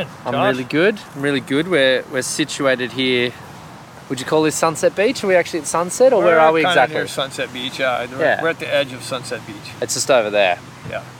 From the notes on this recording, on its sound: Recorded on Sunset Beach in March 2020